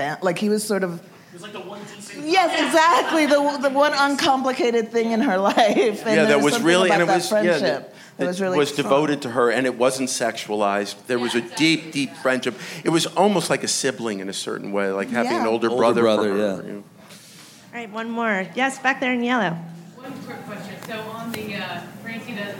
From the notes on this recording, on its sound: Recorded at ATX Television Festival.